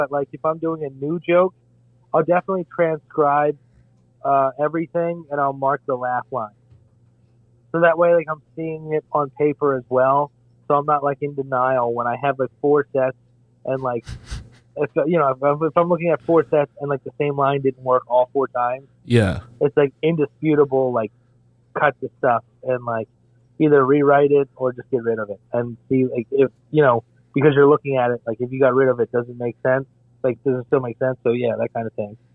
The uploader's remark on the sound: Joined us on the phone. Came in person to the studio.